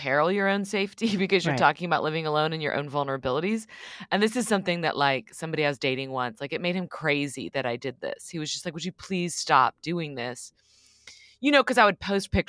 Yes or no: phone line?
no